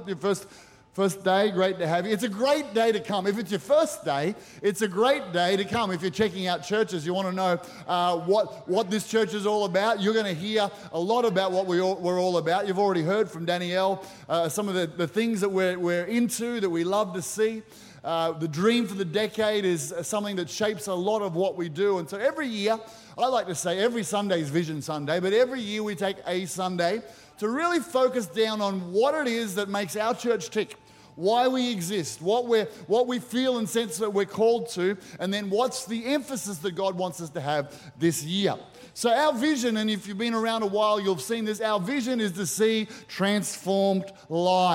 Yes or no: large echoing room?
yes